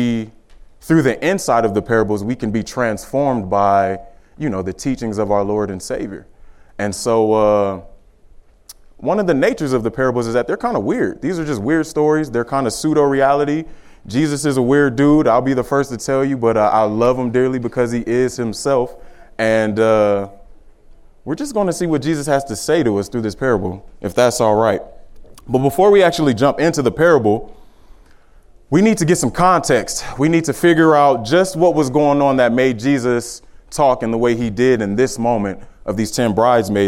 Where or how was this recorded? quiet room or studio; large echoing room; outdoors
large echoing room